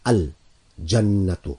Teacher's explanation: Notice the lam is being pronounced.